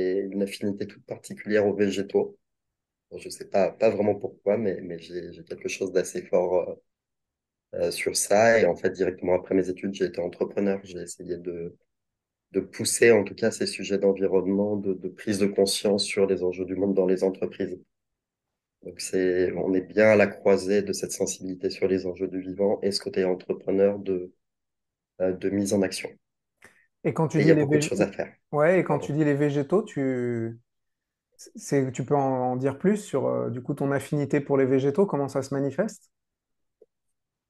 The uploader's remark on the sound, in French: Nous l'avons enregistré début 2023 à distance.